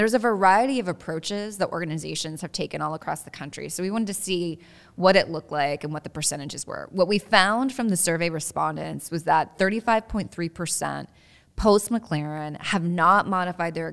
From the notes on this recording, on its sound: This podcast, which was recorded at Ogletree Deakins’ national Workplace Strategies seminar